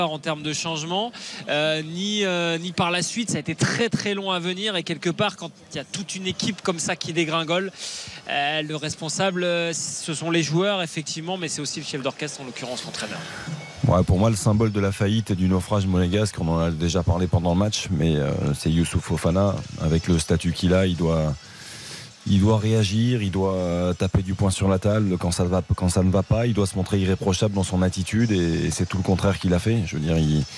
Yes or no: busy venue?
yes